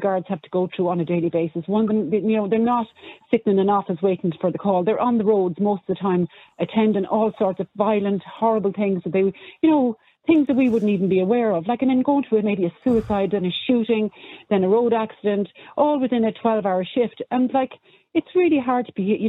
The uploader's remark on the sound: Opens the phone lines, urging listeners to share their thoughts and experiences regarding the Irish Police.